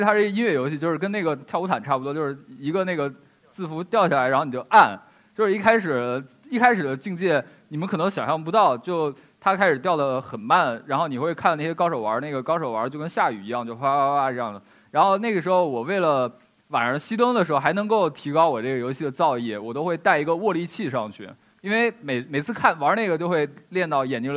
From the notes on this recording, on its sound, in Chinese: 一席现场